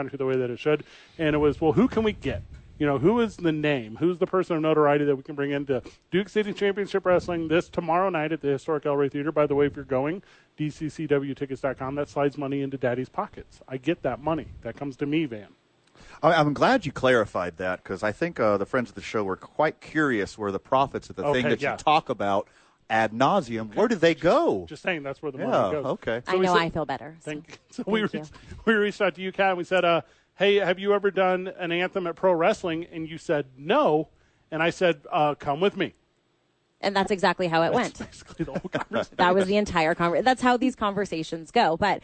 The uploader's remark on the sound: live from the YMCA